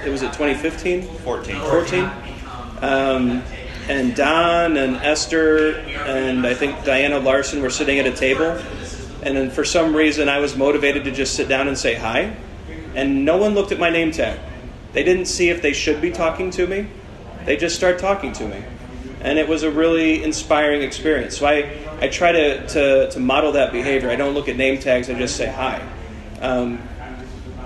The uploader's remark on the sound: The Agile Coaching Summit 2017. This episode is the recording of an open space sessions that I hosted. We had lots of great questions from the group that joined us.